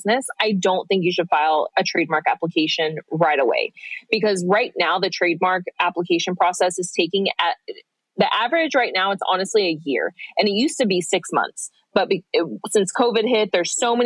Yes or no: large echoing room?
no